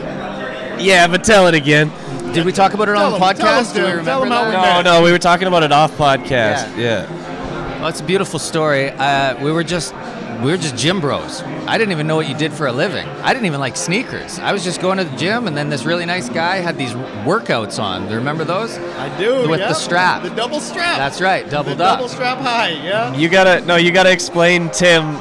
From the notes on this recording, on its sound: This is a special episode live from Momentum’s Air Max Day activation event in Saskatoon while the ‘86 Big Bubble went on sale. You'll hear interviews with people in line, former Sneaker Show guests, and some of the Mo crew. There were tattoos, live art, totes and tees made in house.